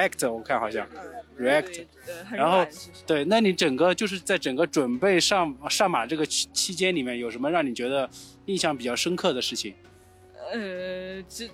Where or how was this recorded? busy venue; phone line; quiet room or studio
busy venue